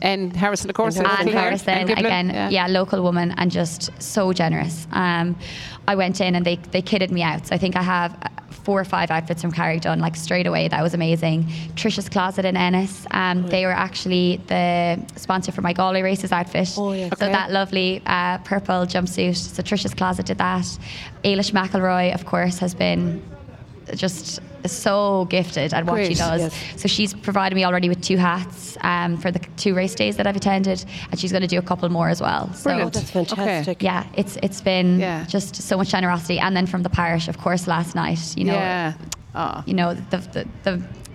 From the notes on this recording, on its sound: As broadcast live from the the Fair green at the Scariff harbour festival 5th August 2023.